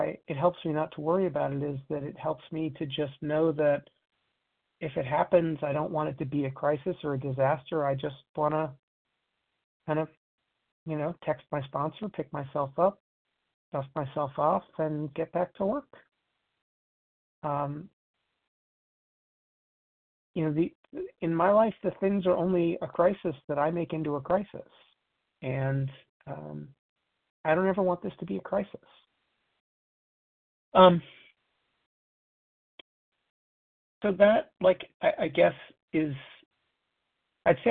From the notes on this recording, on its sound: 100 Pounders Phone Meeting